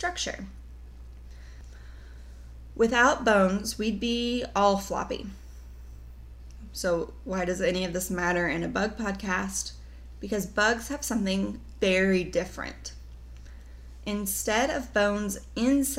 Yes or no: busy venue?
no